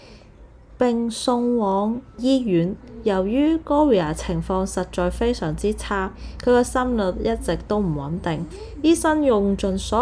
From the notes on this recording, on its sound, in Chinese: 這一集比較多背景聲，因為在旅行途中房間錄製，小朋友都在旁邊，比較多環境音，非常抱歉。